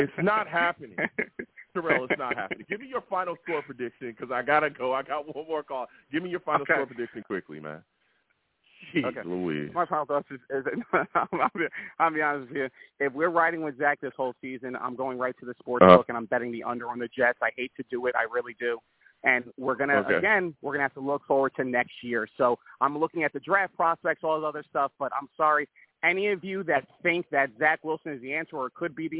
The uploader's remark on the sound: I take live callers!